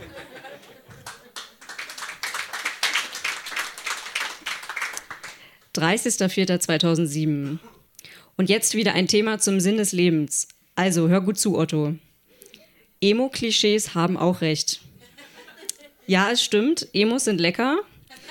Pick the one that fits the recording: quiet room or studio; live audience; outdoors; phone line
live audience